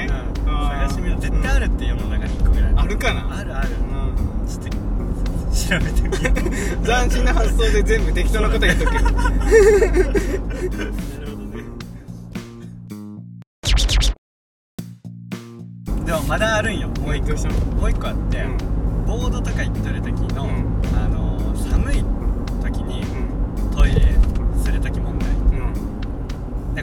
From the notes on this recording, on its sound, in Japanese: ドライブ収録！！目的地までの車の中での収録。